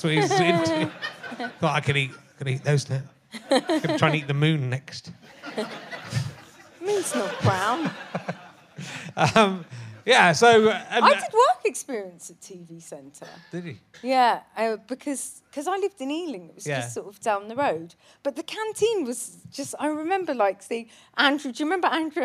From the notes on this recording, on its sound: chats with a secretive journalist in his audience